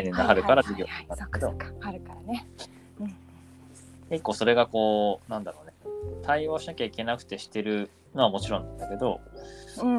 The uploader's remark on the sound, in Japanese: 今日はお散歩しながらの収録。ホーホケキョ、なんてBGMを聞きつつも。